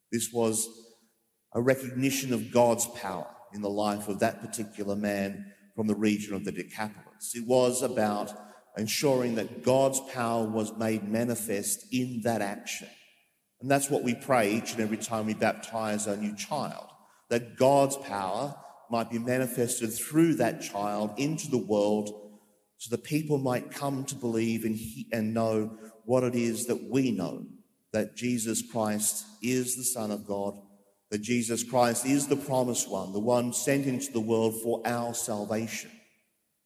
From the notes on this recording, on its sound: Preached during the live-streamed 9.30am Mass from Sacred Heart Cathedral, Hamilton.